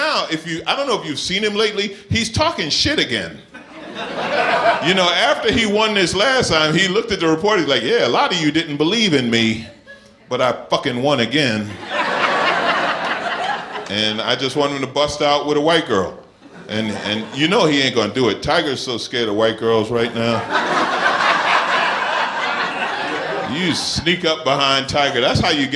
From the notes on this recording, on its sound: Recorded uncut at Icehouse Pasadena